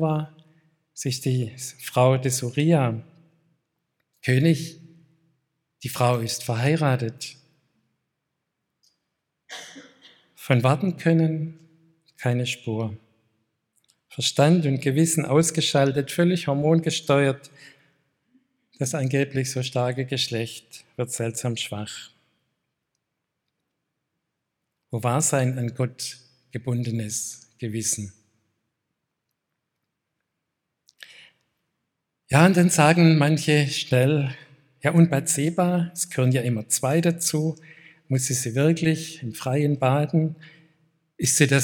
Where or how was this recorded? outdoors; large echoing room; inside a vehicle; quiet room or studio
large echoing room